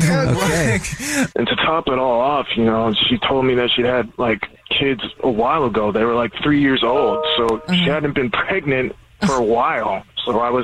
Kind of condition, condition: link, phone line